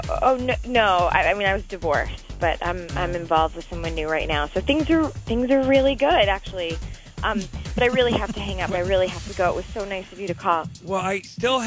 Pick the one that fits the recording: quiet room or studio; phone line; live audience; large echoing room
phone line